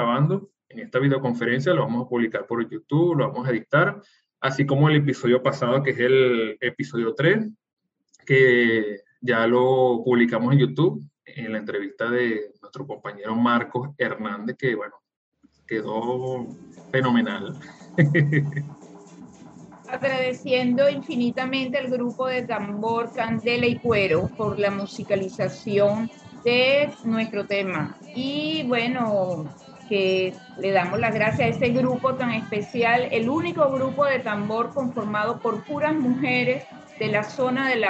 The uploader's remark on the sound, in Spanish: este episodio grabado en videoconferencia